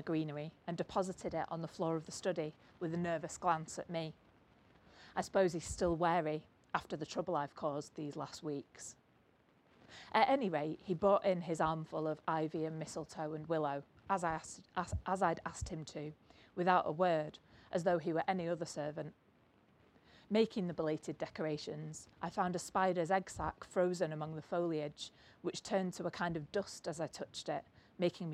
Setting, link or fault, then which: setting, live audience